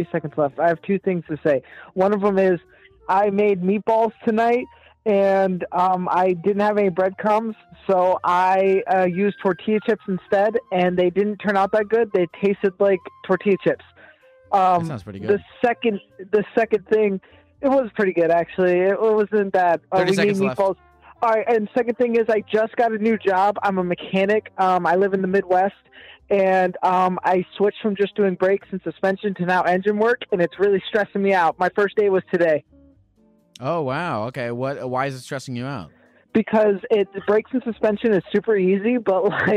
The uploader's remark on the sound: Every call in this episode lasts only 1 minute.